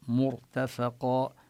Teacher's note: الراء نفخمها سكنت وسبقها ضمة، ونقف بالألف مرتفقة عوضا عن التنوين.